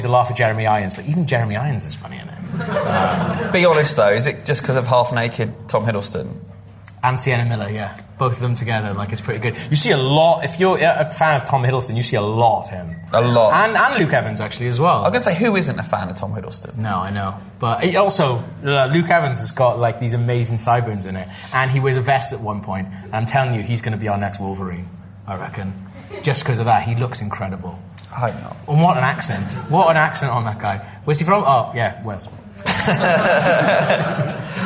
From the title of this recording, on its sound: Live at the Glasgow Film Festival